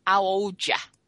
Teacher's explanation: You know, they drop their L's, so old becomes owed. They don't say their H's, so how old are you may sound like how old ya